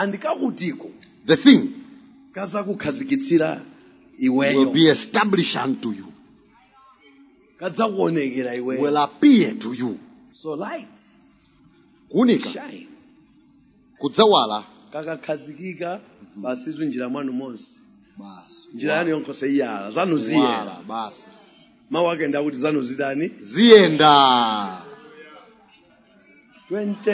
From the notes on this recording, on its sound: Preached at the Shiloh Night at Word Alive Blantyre City Church on 19th February 2023